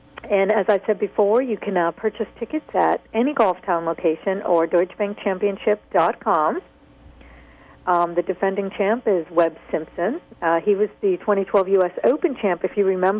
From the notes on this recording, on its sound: Broadcast ~ Goldie Bounce Golf on 95.9 WATD’s SSMN. Calls in from the site of the 2012 Deutsche Bank Championship the 10th annual at the TPC Boston.